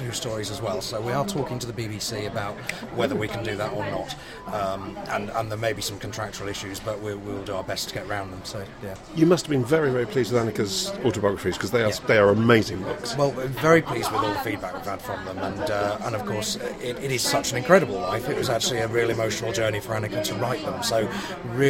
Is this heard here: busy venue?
yes